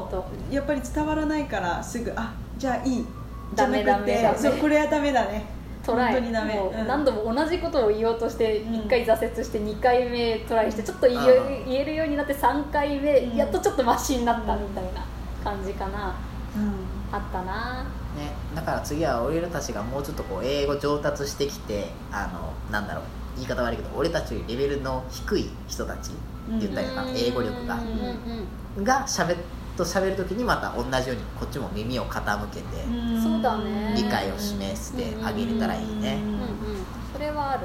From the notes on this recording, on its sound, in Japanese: 録音場所は、とあるホテルのキッチンのため、たまにキッチンを利用している音がします